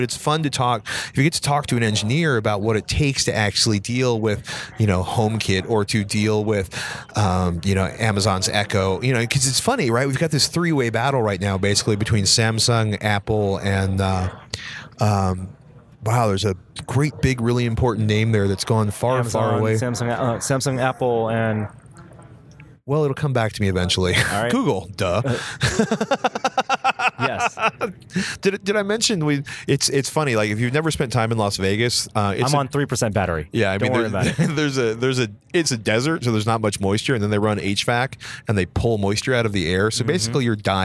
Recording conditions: busy venue